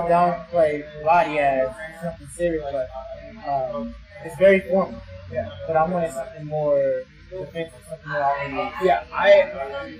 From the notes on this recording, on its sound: I am on location outside of Aguilar's Combat Concepts